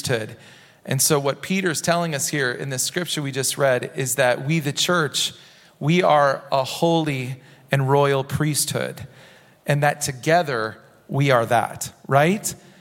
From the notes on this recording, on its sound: Recorded at Hope Church in Springfield, MO.